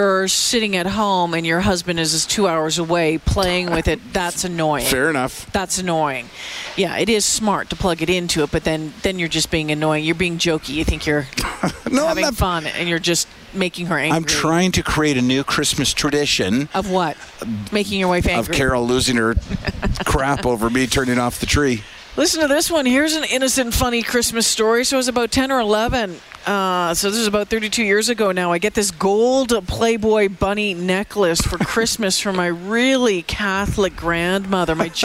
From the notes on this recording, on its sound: broadcast live from Santas Anonymous depot